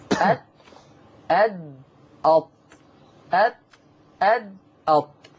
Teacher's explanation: مخرج التاء ومخرج الدال ومخرج الطاء من مخرج واحد، والعلاقة فيما بينهم علاقة تجانس